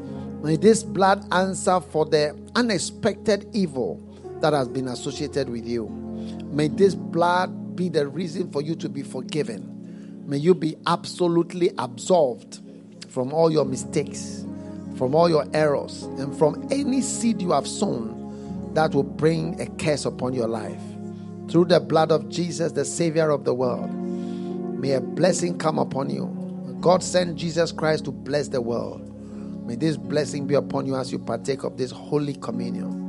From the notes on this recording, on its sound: Preached at the FLOW Service, First Love Church.